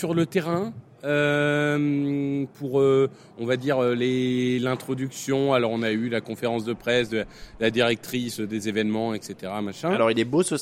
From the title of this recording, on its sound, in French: Live au Super Bowl LVIII